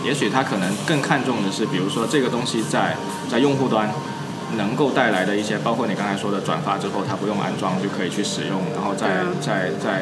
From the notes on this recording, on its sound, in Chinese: 在咖啡馆里录科技灌水播客。本期节目是我和两位朋友在咖啡馆喝咖啡的时候临时起意录的，100% 灌水无添加，非常符合本播客的宗旨。